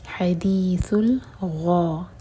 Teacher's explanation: حدیث ال، لام پر جھٹکا نہ ہو. حدیث الغا، غین ہیوی لیٹر ہے، منہ بھر کر پڑھیں گے اور یہ ہے دوہر کا لمبا.